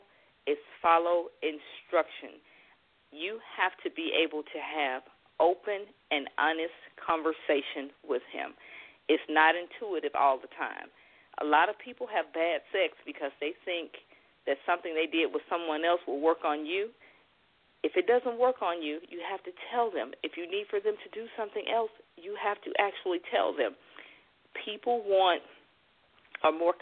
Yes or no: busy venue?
no